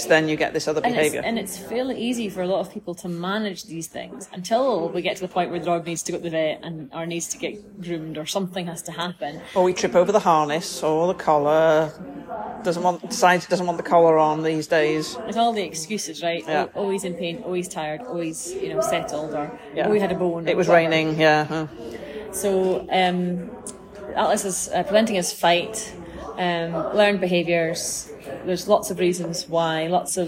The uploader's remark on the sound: This is recorded on a snazzy new microphone in Tim Hortons.